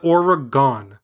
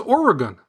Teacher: The correct pronunciation is Oregon, with the emphasis on the first syllable. · Shown in: second take